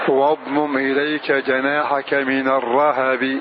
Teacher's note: وأما عاصم وأما حفص فإنه قرأ بفتح إلا أنه أسكن الهاء معهم، فإذا يقرأ من الرهب. فتكون قراءة الباقين بفتح الراء والهاء